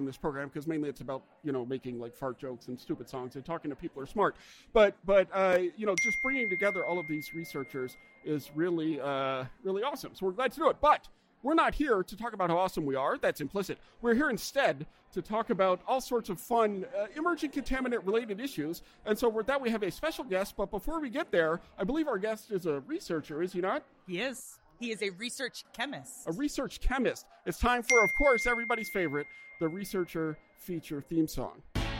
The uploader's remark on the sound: Live from the Emerging Contaminants in the Environment Conference. A really cool conference.